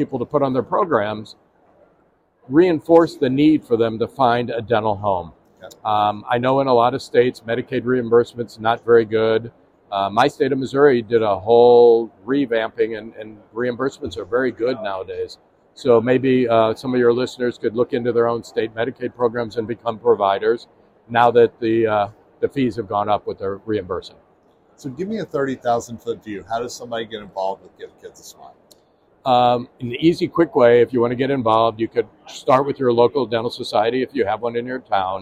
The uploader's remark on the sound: In this episode recorded during the Chicago Midwinter Meeting.